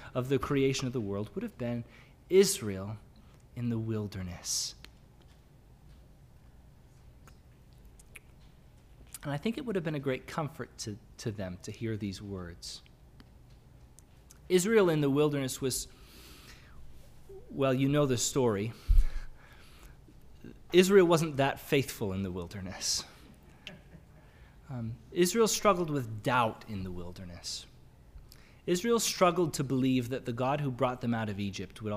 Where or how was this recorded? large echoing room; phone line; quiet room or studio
large echoing room